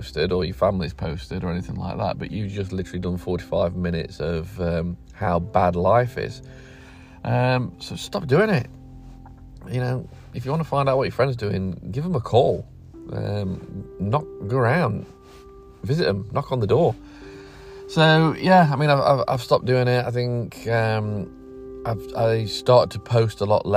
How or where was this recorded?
inside a vehicle